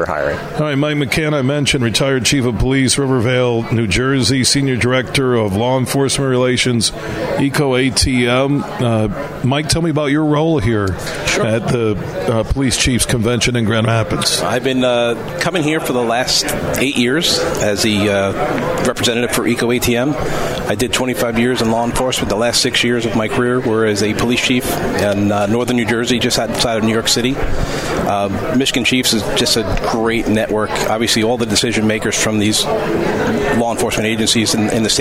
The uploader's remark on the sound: Today, we're broadcasting live from the Annual Michigan Association of Chiefs of Police Convention at the Amway Grand Plaza in Downtown Grand Rapids.